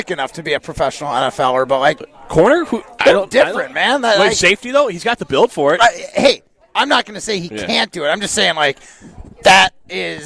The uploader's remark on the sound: live at Hometown Pharmacy in Waunakee